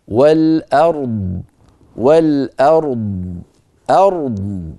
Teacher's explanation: فنعطي الراء حقها من التفخيم والبينية، والضاد حقها من التفخيم والرخاوة والاستطالة والاستعلاء والإطباق